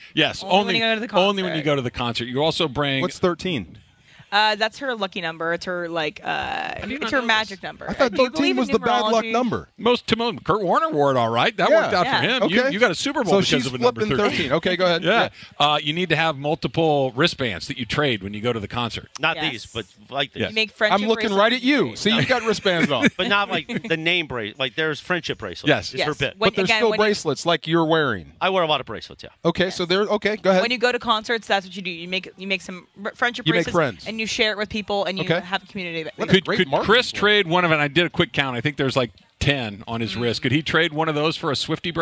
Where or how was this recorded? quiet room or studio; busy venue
busy venue